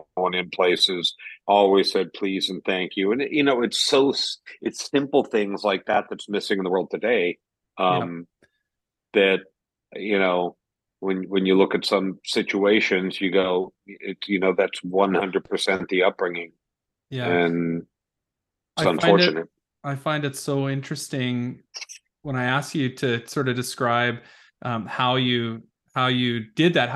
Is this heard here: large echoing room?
no